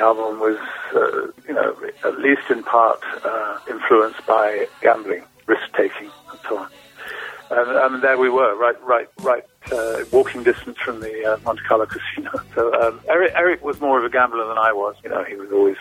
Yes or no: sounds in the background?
no